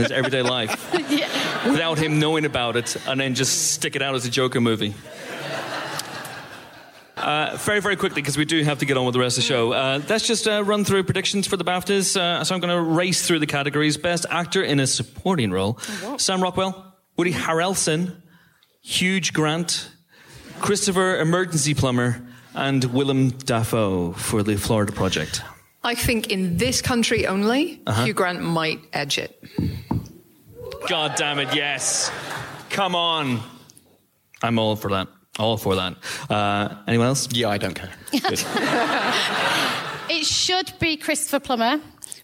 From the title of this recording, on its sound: Live Podcast Special